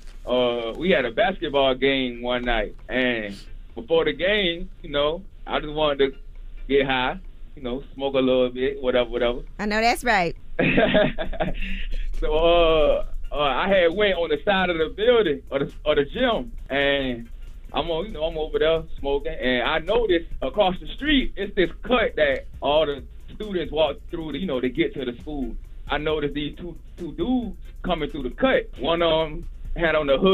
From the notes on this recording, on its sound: Today on th show they opened up the phone lines.